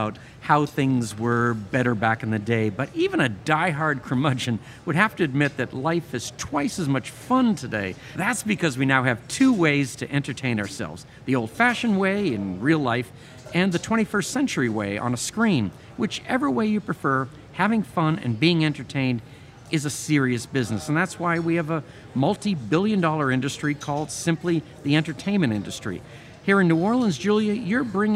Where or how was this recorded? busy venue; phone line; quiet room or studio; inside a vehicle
busy venue